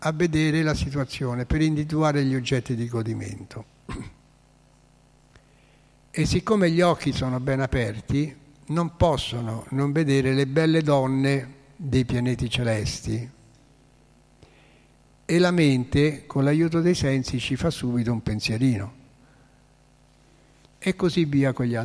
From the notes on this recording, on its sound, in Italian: "Lezione del sabato mattina sugli insegnamenti della Sri Caitanya Caritamrita" in diretta dal Tempio di Villa Vrindavana.